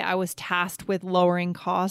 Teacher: We almost just eliminate the K to save time to make it easier.